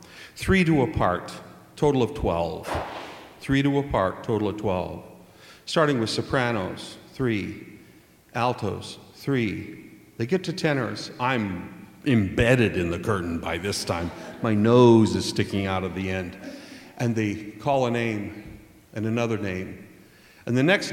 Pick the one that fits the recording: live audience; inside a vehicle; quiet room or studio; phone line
live audience